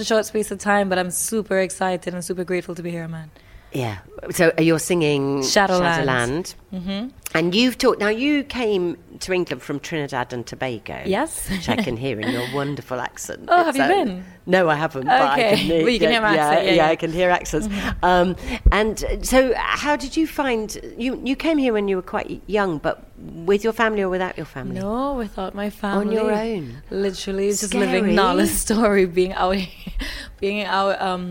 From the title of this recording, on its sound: Backstage at the Magic At The Musicals